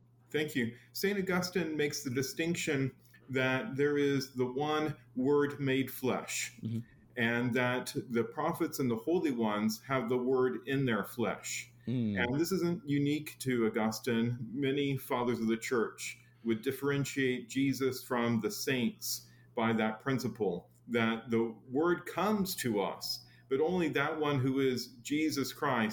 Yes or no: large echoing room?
no